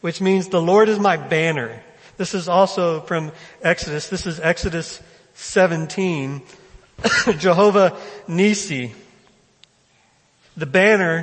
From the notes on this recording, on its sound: First Baptist Belton Sunday morning sermon.